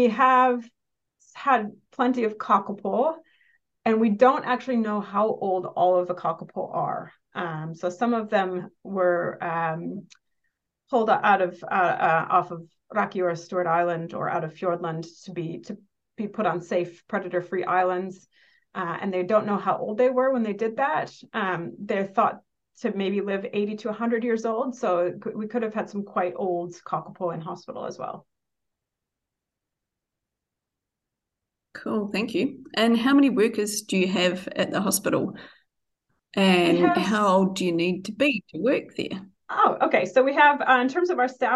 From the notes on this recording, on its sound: Listen to a recording of the first of two live Q&A sessions from the LEARNZ online field trip.